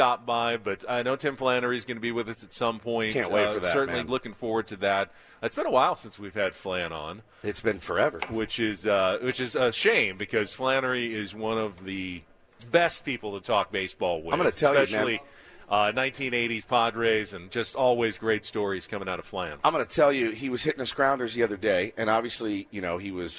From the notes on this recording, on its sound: live from the Peoria Sports Complex for Day 2 from Padres Fantasy Camp!